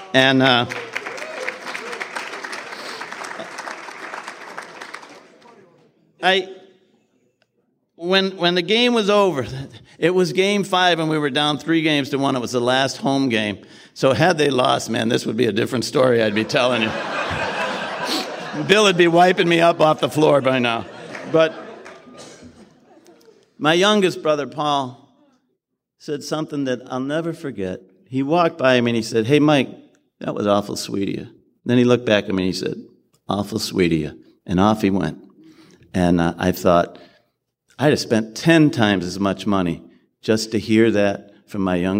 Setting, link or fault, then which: setting, live audience